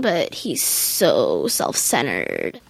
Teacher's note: At some point, as they utter a sentence or a phrase, somewhere between halfway and the very end of the phrase, something happens to their voice as if they had a catch in their throat